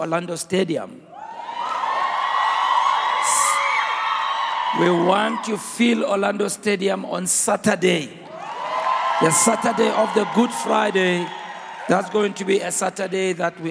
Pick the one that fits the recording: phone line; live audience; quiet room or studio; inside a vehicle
live audience